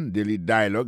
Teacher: Comme n'a pas mis accent, sous bel accent en anglais, sous belle prononciation en anglais, le mot dialogue a gagné deux syllabes là-dedans. Daily dialogue, alors, il pèse plus sous premier syllabe là.